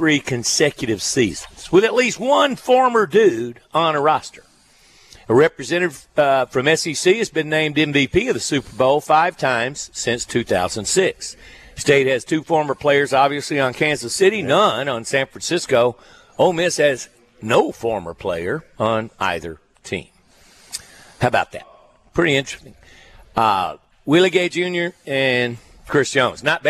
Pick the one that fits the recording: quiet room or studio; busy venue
busy venue